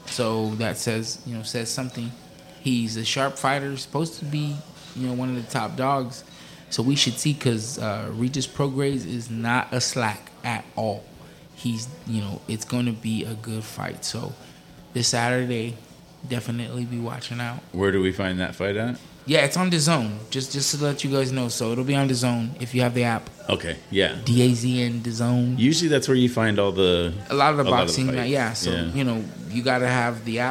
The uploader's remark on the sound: Live from Wheelhouse Lounge in Port Hueneme. Live from the Wheelhouse VIP Lounge.